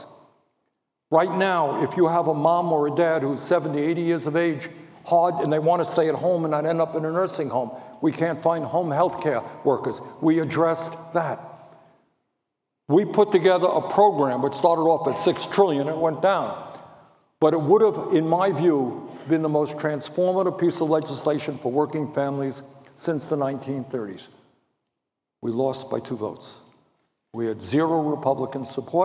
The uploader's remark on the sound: told an audience at a UVA Center for Politics event